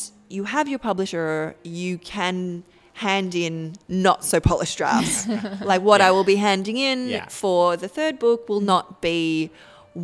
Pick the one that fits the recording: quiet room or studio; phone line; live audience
live audience